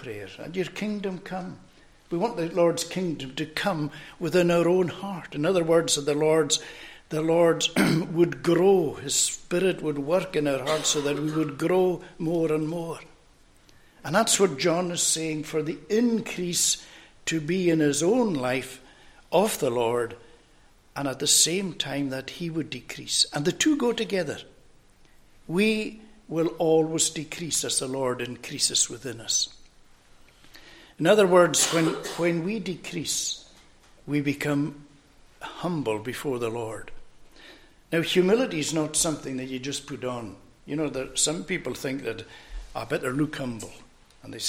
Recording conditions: large echoing room